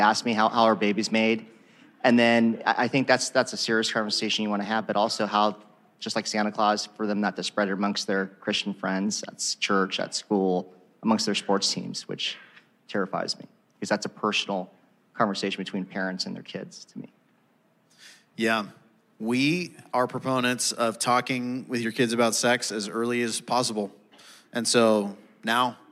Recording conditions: live audience